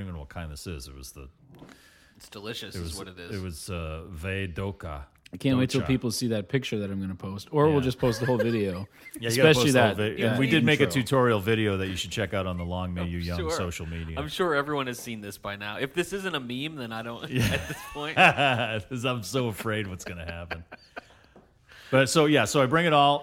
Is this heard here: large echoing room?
no